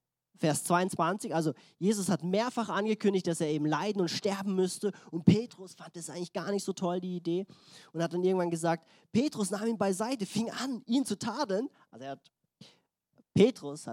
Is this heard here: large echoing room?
yes